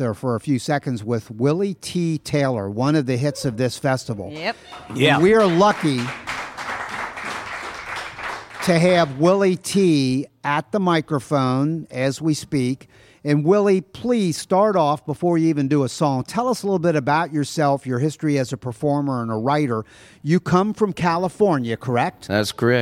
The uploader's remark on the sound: Live from the Whispering Beard Festival in Friendship, Indiana part two.